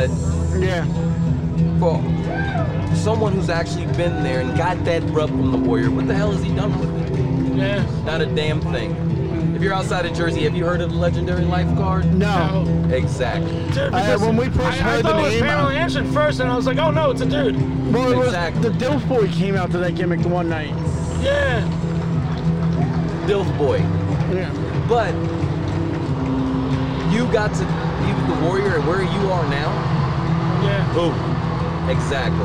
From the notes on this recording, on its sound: at a live event